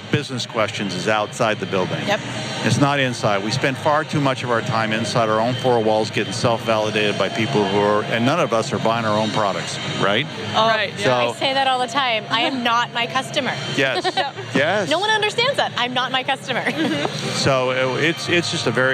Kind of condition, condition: setting, busy venue